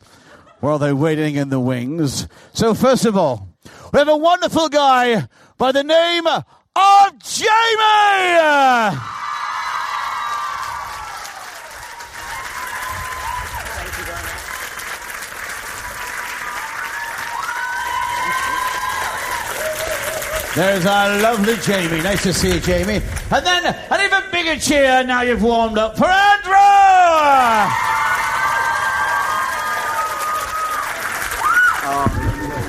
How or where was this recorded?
live audience